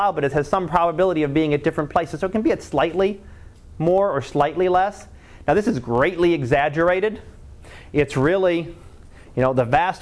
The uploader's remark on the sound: Live Class Lecture